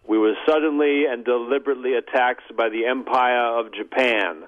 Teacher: And, of course, he dropped his R's there.